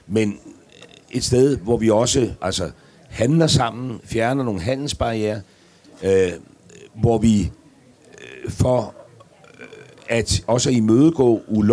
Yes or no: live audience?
yes